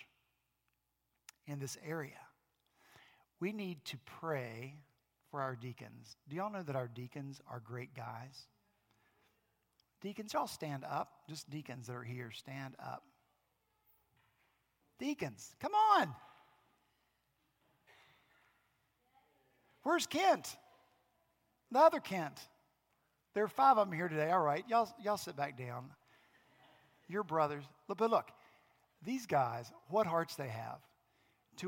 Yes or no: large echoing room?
yes